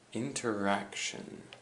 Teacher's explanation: And the emphasis is on the ack.